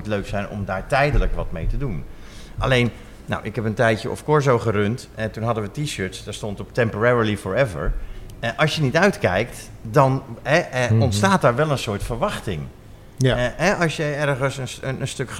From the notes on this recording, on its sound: Hadden we de kans om een podcast Live met publiek op te nemen. Een aflevering over M4H in M4H tijdens festival MOMO Fabrique en tijdens de Wereldhavendagen.